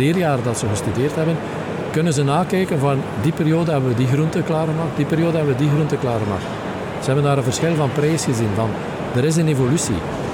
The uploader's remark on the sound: Horeca Expo Live